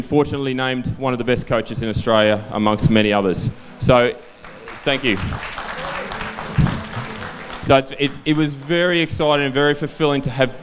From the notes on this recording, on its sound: CONNECT Fest'19 Goa India. The audio to his speech from the Connect Festival in India in December 2019.